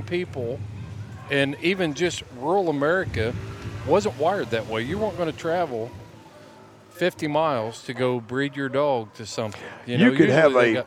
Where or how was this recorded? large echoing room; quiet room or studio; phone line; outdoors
outdoors